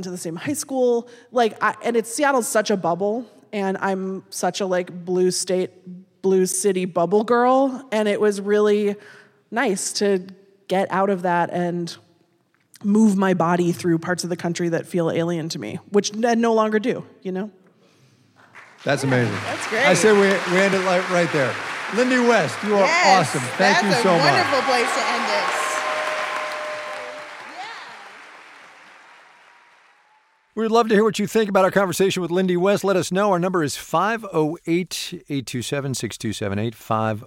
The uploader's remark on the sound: Live from Seattle. Today we’re sharing an excerpt from our live show at Town Hall Seattle.